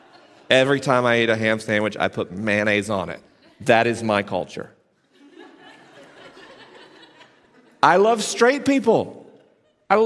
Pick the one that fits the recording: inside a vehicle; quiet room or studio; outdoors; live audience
live audience